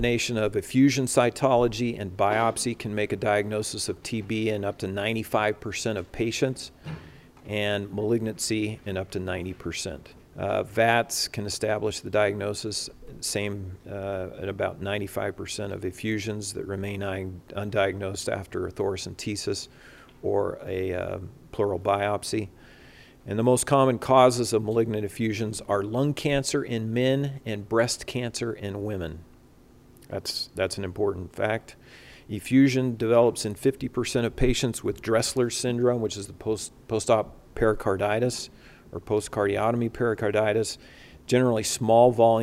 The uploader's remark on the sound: recorded Saturday, September 11, 2021, during the CORE conference in Salt Lake City, Utah - USA.